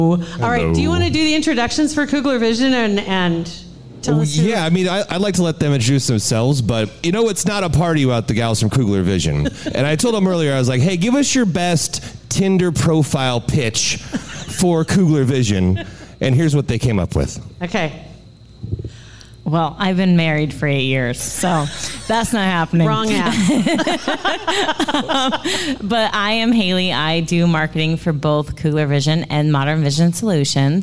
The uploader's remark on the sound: LIVE At Hail Varsity Club